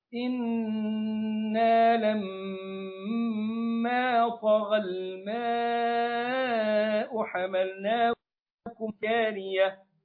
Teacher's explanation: بنغن النون والميم بمقدار حركتين · Term: النون والميم المشددتين